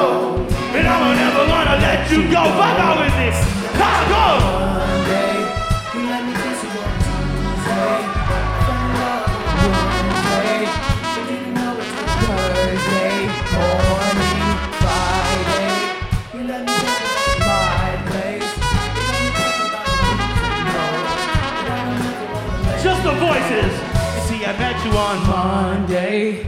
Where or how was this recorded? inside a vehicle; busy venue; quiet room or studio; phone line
busy venue